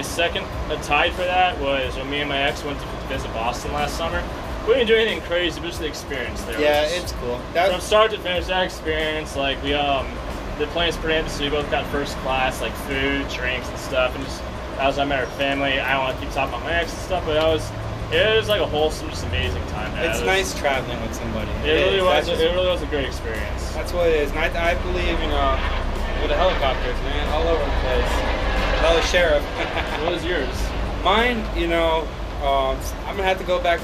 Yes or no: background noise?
yes